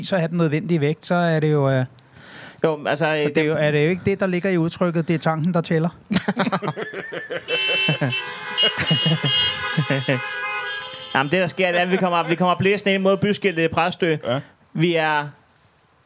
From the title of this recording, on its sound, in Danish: LIVE fra Roskilde